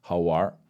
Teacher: the R-hua, as they say, where you just add R on the end of stuff